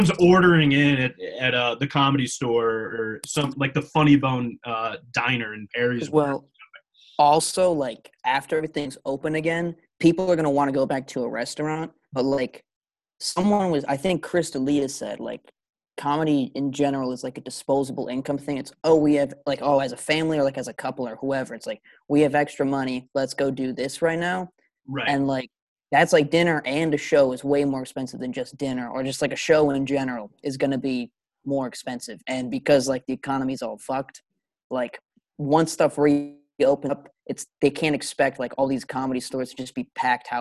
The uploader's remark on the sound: You Took It Too Far tries Zoom!